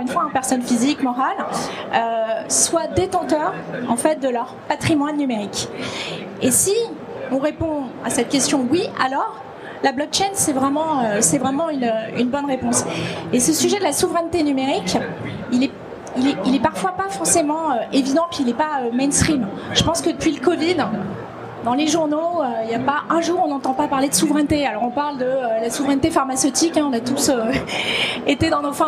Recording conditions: live audience